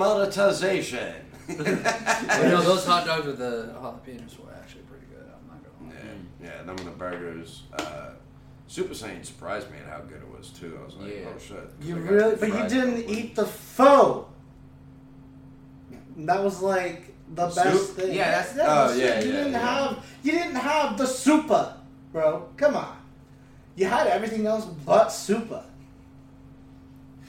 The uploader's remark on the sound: This is actually the first episode where we are all together!! If the mic doesnt sound the best we do apologize.